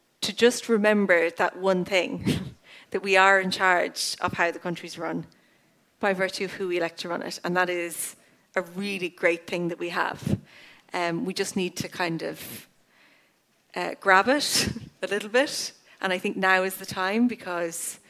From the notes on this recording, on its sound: At my live show in the Sugar Club.